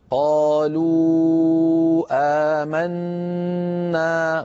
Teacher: فنمد قالوا بسبب مجيء الهمزة · Term: المد المنفصل